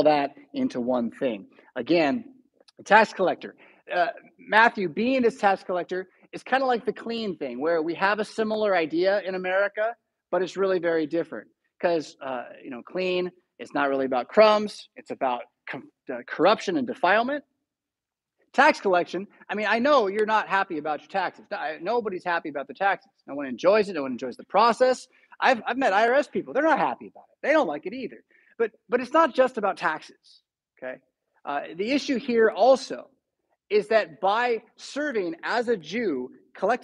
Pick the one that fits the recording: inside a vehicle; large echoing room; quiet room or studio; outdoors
large echoing room